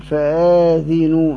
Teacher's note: بألف بعد الهمزة المقطوعة وكسر الذال، فآذنوا هكذا. · Term: مد بدل